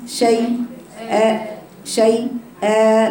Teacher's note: همزة من الحلق أقصى الحلق